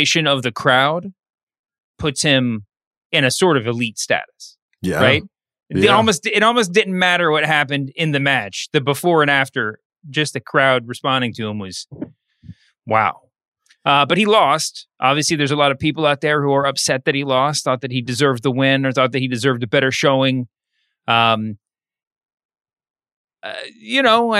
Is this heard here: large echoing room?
no